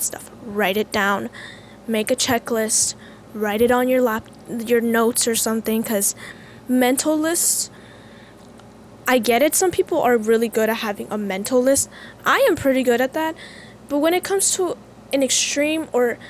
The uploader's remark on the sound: I apologize for the slight noise of the AC in the background